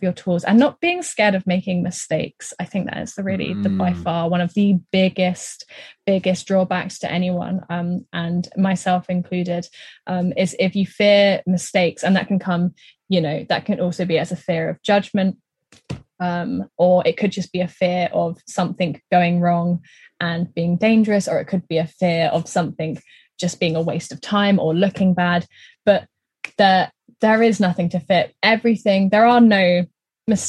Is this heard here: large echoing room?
no